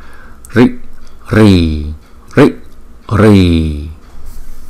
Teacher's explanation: Ri là cerebral, hay còn gọi là retroflex. Đây là số 3, là vòm miệng ngay chỗ màu vàng đây nè.